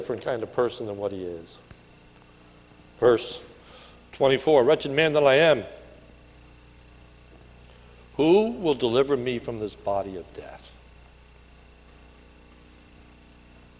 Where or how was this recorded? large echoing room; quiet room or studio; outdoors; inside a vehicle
large echoing room